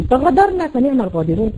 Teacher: السودان مثلا يجي ينطق القاف غين